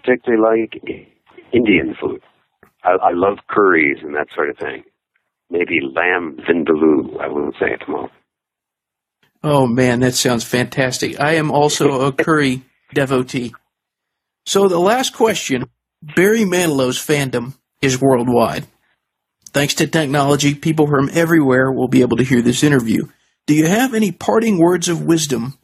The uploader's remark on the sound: We’ll tell you right now, this was a phoner. That’s what we call a telephone interview, but the connection was not crystal clear.